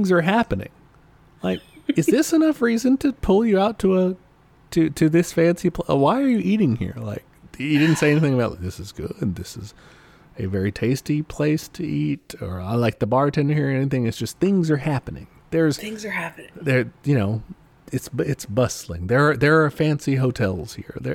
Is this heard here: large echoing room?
no